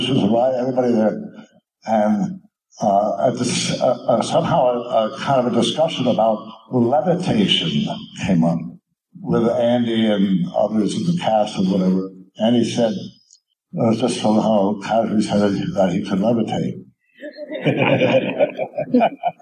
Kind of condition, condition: fault, poor sound quality